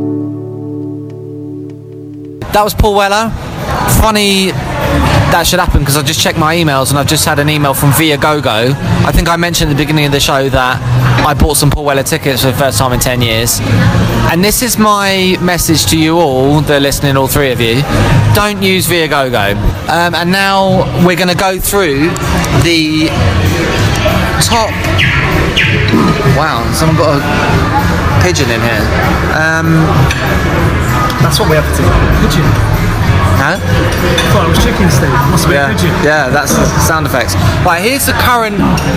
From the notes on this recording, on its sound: comes to you live from Nando's